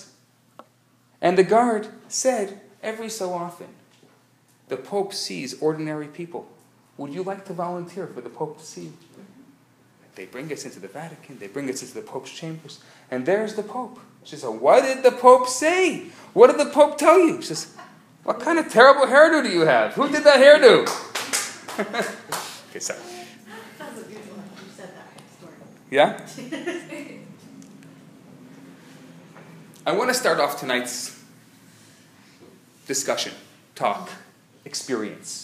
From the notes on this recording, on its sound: Recorded Live at Rohr Chabad NDG